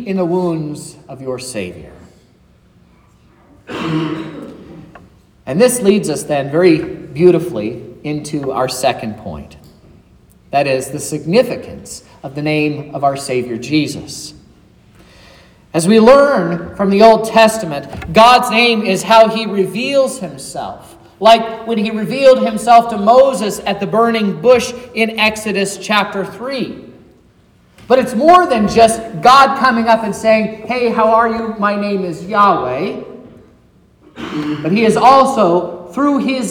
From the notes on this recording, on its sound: This is the sermon preached at Trinity Lutheran Church